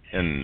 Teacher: when you say the letter N and hold the sound, N. Yeah, you can feel it in your nose · Term: nasal